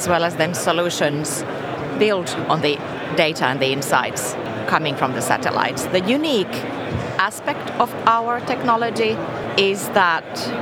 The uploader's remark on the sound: The second of three episodes recorded at Slush in Helsinki. We recorded a series of interviews from Remote's booth with a number of the speakers and attendees.